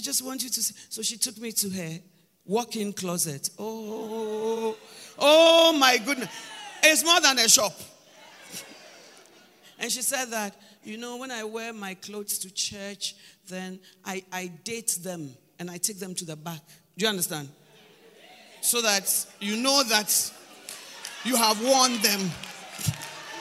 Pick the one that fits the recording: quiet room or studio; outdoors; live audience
live audience